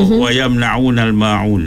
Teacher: Itu izhar, maksudnya izhar. Izhar dia bila jelaskan mim yang mati tadi.